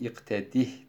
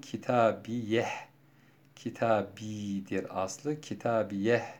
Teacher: ayetlerinde iki defa tekrarlanan kitabiyeh, kitabidir aslı, kitabiyeh şeklinde dururken sonlarına bir vakıf sebebiyle ha eklenmiştir. Sükunlu bir ha harfi. Buna haisekt diyoruz.